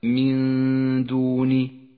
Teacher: النون بالدال مع بقاء غنة للنون من غير تشديد · Term: الإخفاء